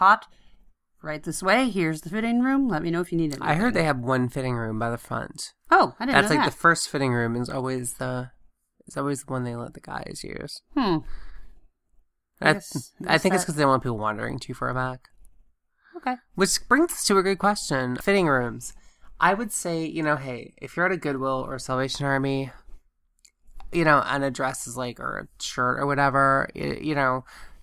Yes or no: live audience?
no